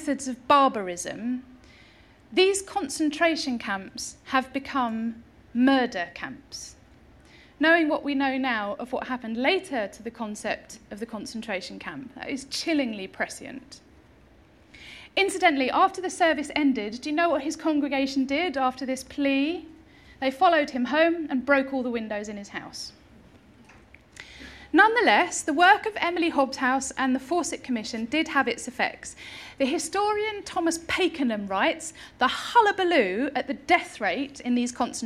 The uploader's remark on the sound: delivered this year's Harriet Martineau Lecture at the Norfolk & Norwich Festival